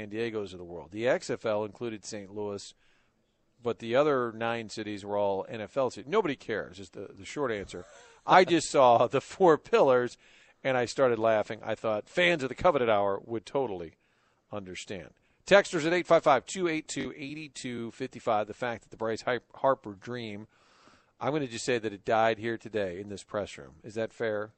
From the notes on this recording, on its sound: Broadcasting live from Busch Stadium.